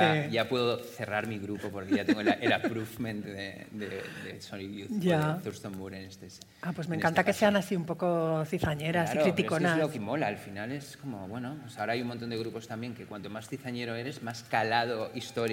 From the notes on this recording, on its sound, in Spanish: Grabado en vivo en las JPOD 2018 de Madrid.